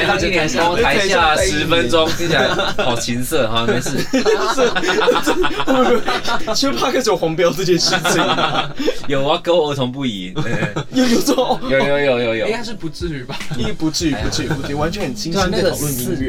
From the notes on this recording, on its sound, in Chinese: 演出地點：LIVE WAREHOUSE。